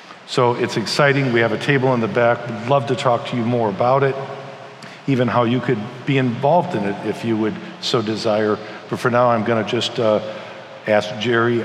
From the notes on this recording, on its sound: keynote and breakout sessions from our annual conference at Redeemer Presbyterian Church in Detroit, MI.